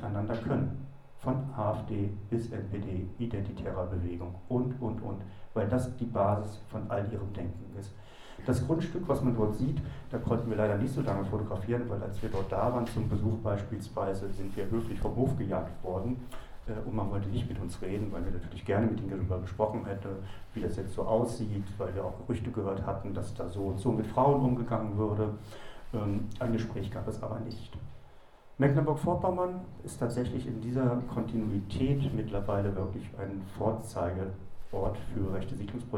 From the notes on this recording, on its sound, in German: Der nachfolgende Beitrag ist ein Mitschnitt eines Vortrags